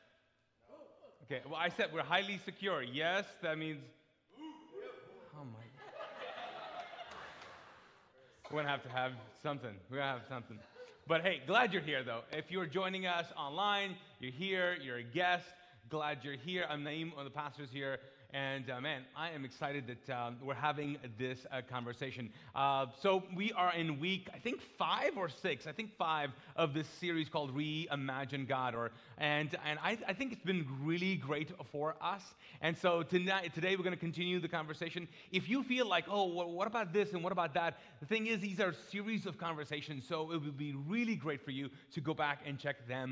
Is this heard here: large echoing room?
yes